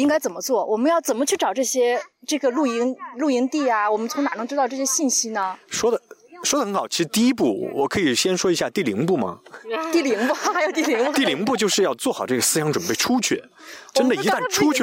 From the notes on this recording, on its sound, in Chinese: 刚好德国又开始解封了，四位主播聚在一起尝试第一次在户外录音，我们的娃们不是在睡觉就是在玩沙。